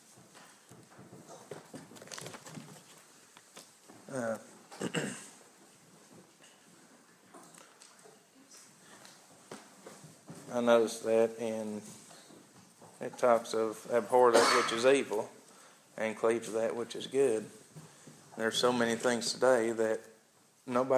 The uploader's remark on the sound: an audio recording of the Sunday Service at Persia United Methodist Church in Rogersville, TN on Sunday, November 29, 2015.